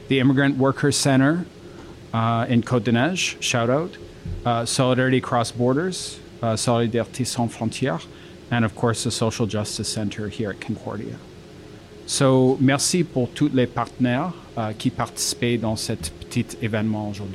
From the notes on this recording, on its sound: Featuring audio from a community event focused on Guinean struggles against deportation from Canada. This mix features audio clips from a public event in Montreal entitled “Guinean Refugees Organizing for #StatusForAll in Montreal,” which took place at Concordia University in February, 2023, which was hosted by the Social Justice Centre with support from Solidarity Across Borders and the Immigrant Workers Centre. You hear my introduction to the event.